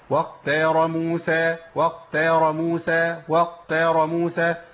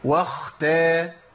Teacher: لأن الخاء حرف مهموس والتاء حرف مهموس · Shown in: second take